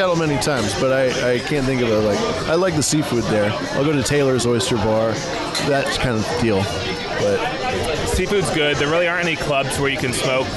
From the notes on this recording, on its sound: Tennessee Meetup. The full live stream of the Nashville meetup.